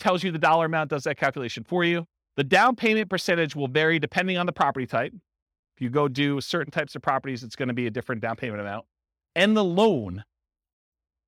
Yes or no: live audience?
yes